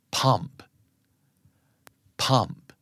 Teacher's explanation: มีเพต่อท้ายนิดนึงเท่านั้นเอง